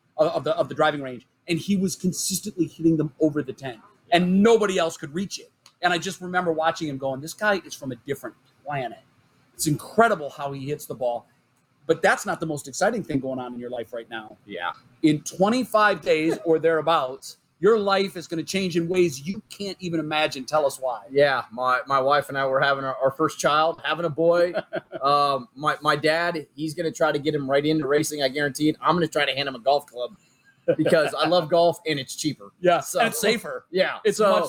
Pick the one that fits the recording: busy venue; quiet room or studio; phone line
busy venue